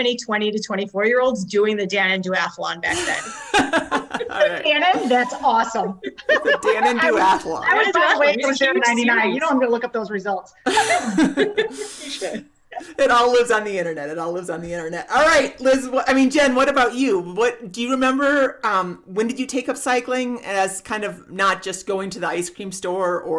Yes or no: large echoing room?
no